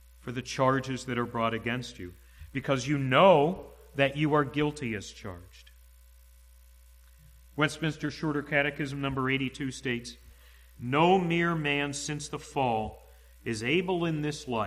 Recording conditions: large echoing room